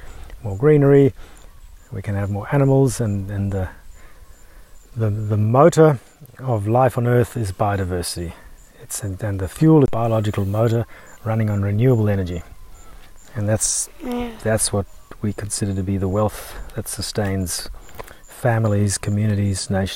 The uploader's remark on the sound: Flying out to Kachana Station. Sit down outside the homestead for a yarn.